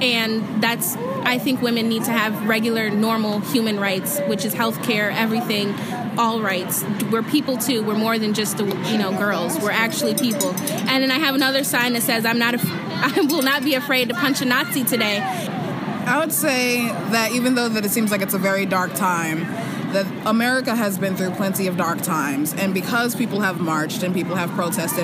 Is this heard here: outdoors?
yes